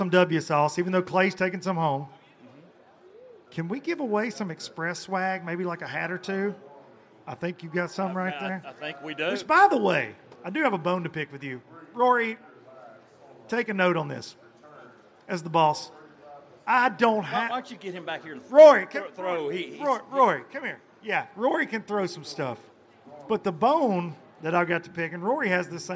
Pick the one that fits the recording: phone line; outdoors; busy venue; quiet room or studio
busy venue